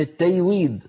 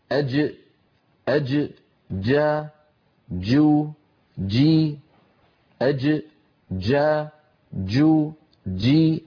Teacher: الجيم الفصيحة الصحيحة التي كانت العرب تنطقها زمن النبوة من وسط اللسان، شديدة يعني محبوسة الصوت، مجهورة يعني محبوسة النفس · Shown in: second take